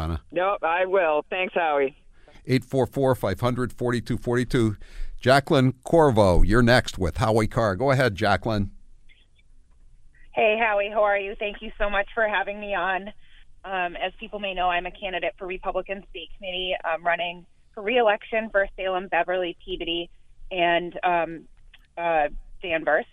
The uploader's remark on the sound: A handful of his favorites call in to make their case.